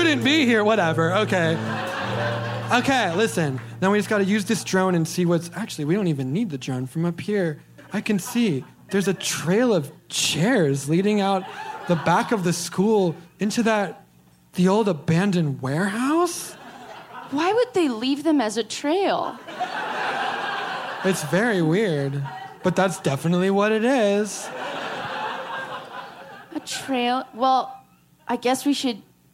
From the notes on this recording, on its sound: LIVE from Chicago PodFest. Live with the first of two shows from Chicago PodFest.